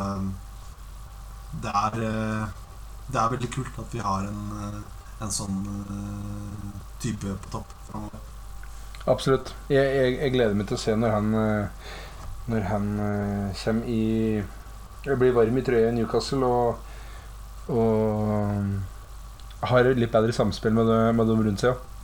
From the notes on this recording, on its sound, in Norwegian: Mye tekniske problemer med denne